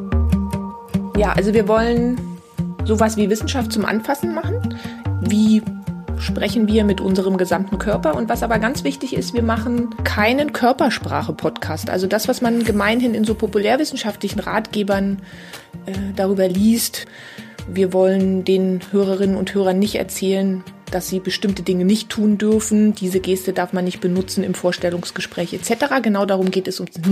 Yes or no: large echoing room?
no